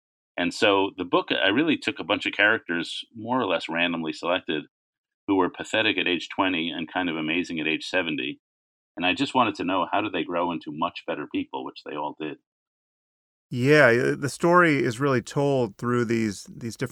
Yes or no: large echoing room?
no